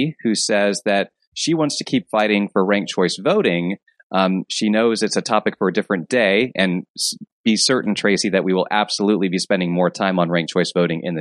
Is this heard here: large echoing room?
no